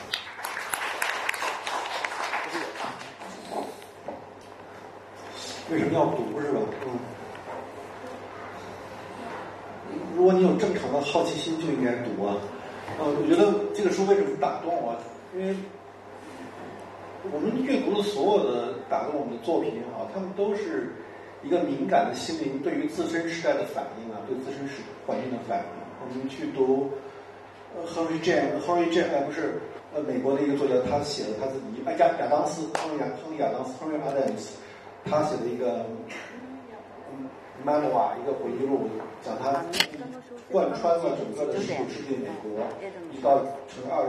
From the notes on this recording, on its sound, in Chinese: 现在就让我们通过声音，进入 “ 这本书 ” 的 分享活动现场吧！